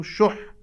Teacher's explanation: الحاء مشددة ويقع النبر على الحاء المشددة التي هي في الهجاء الأخير للكلمة